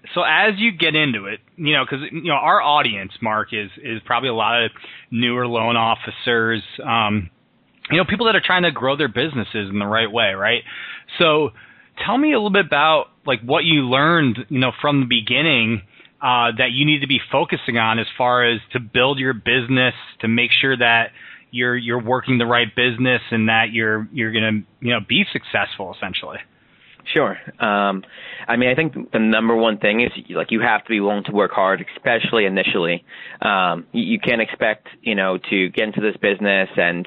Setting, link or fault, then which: link, phone line